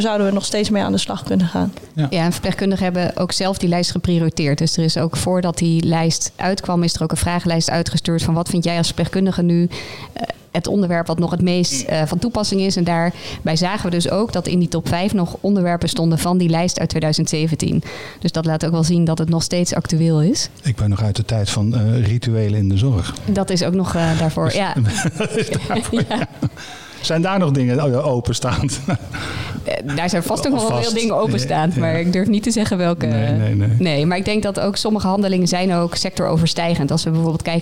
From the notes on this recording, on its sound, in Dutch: De podcast is de eerste van een zesdelige serie die werd opgenomen tijdens het kennisfestival Bruis op 14 juni.